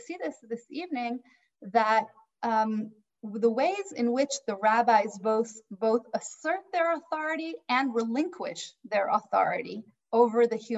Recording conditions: video call